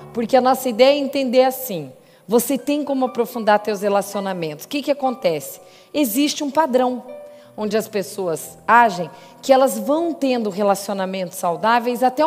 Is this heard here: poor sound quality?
no